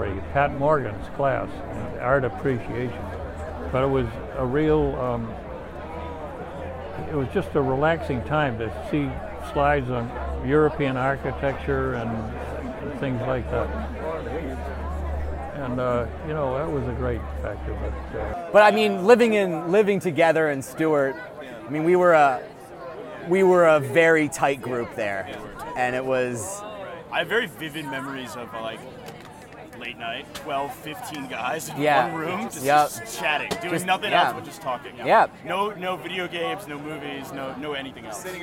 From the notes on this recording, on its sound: We set up a tent, a table, and chairs in front of George Washington Hall and invited alumni in to sit, relax, and reflect.